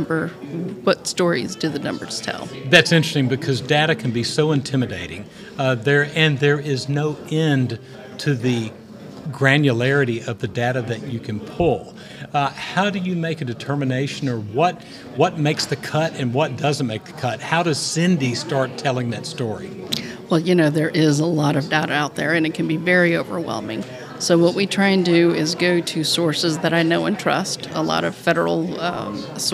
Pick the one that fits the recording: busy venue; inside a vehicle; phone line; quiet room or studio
busy venue